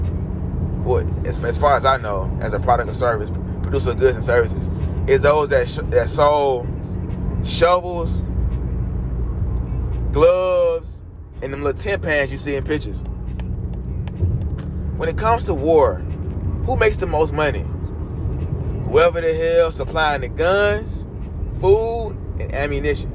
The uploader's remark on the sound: podcasting while driving